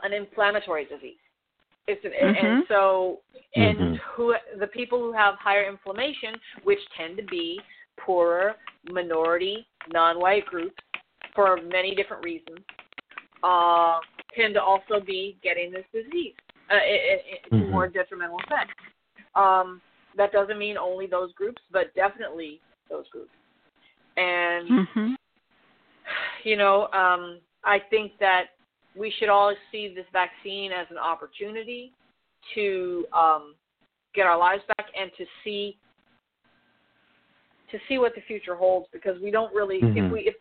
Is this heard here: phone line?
yes